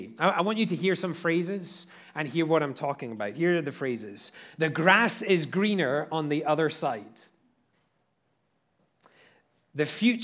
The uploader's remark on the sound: at Liberty Baptist Church in Liberty, Missouri